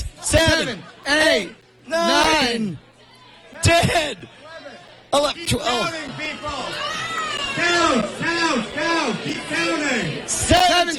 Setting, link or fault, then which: setting, busy venue